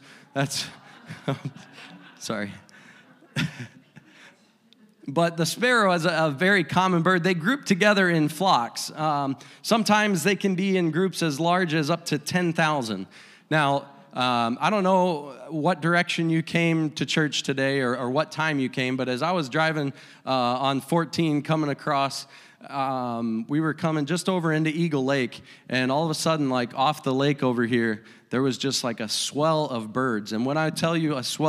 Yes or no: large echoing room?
yes